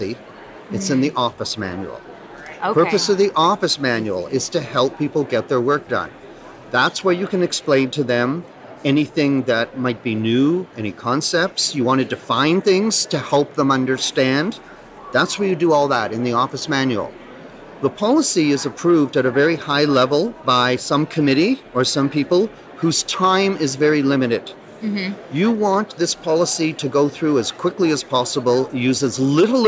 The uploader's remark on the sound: Live at ARMA InfoCon